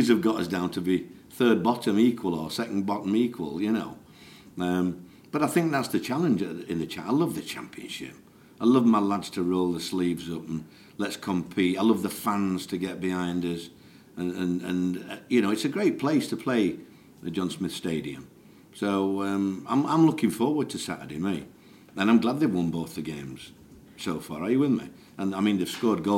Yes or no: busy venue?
yes